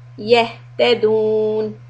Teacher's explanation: make sure that ha sukun we don't bounce it or put any fatha dhamma sound on it